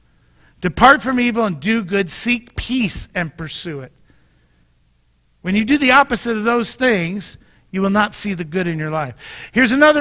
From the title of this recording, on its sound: Mt. Zion Church Live!